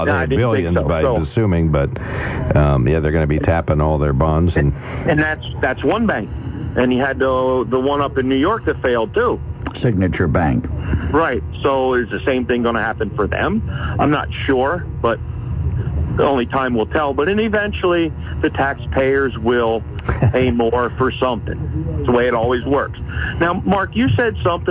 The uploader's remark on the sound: During open phones